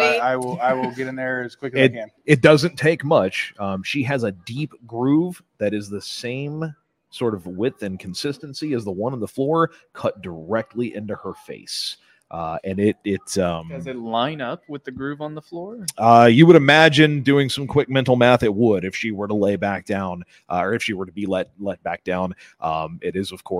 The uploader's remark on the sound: LIVE From Comic Con! PZ85 was honored to be invited to Cape Comic Con.